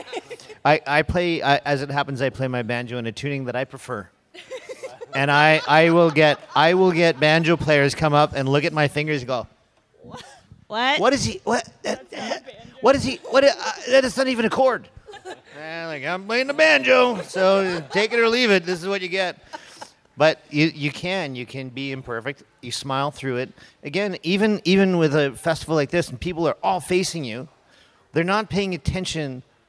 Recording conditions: busy venue